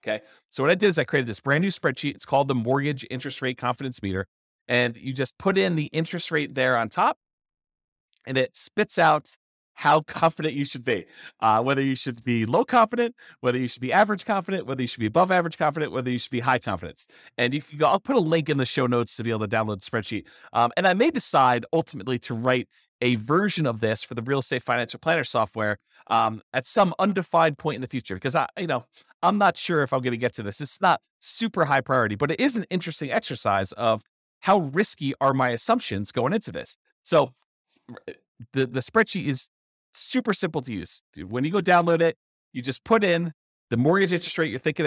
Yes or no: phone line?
no